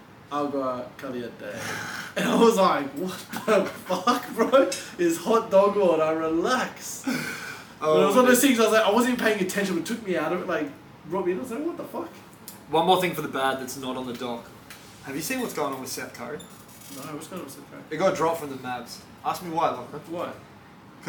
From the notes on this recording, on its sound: we had to put out bad audio